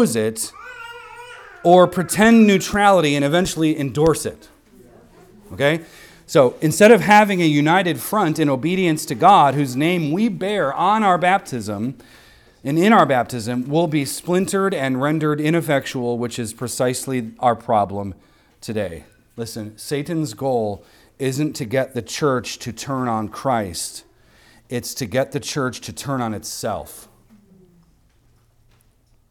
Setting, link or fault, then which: setting, large echoing room